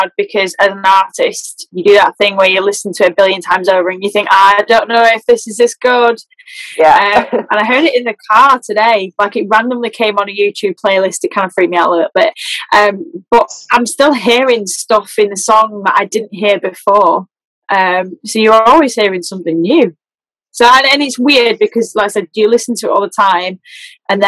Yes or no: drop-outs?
yes